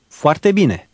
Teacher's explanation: The O and A will blend together.